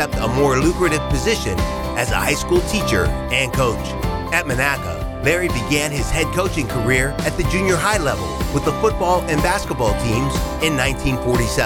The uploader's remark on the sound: 2019 Circle of Achievement Awards Banquet. This episode was recorded July 27, 2019 at Shadow Lakes Country Club, Aliquippa, Pennsylvania.